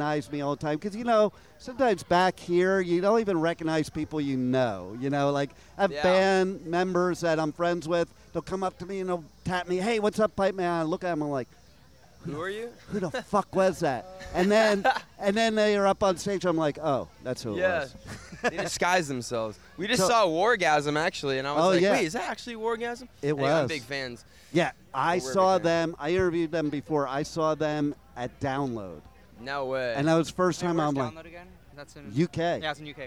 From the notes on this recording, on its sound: live from Riotfest 2022 in Chicago